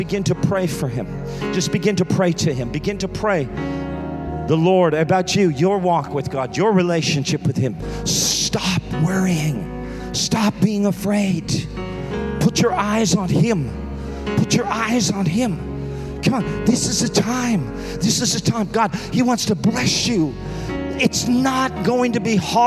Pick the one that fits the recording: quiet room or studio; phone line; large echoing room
large echoing room